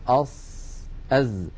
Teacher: الإنسان يضع رأس لسانه على الصفحة الداخلية للأسنان السفلى ويضغط فينشأ صوت ناتج من اصطدام الهواء بالصفحة الداخلية للأسنان السفلى والعليا ومن بينهما · Term: المخرج الصحيح